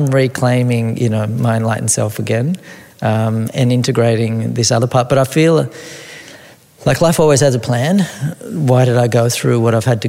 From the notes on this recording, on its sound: This episode was recorded in front of a live audience at Soma Retreat in Byron Bay.